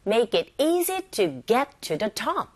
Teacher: 문법적으로 필요한 그런 단어들이기 때문에 우리가 내용을 전달함에 있어서는 정보가 없어요. 그래서 make easy, get, top. 여기에 강세를 줘서 발음하시면 됩니다.